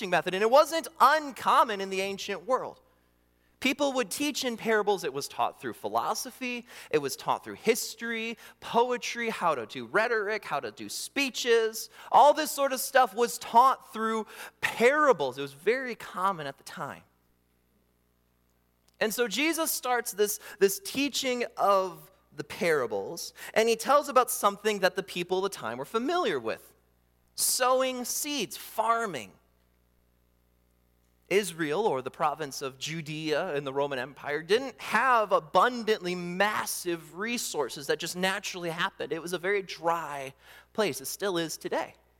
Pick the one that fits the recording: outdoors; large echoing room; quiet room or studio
large echoing room